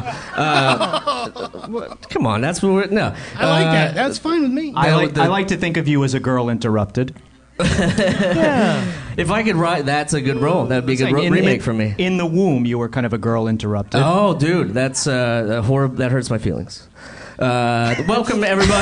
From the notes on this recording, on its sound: NYC Podfest 2016 LIVE. This month's episode was taken from our live recording at NYC Podfest 2016!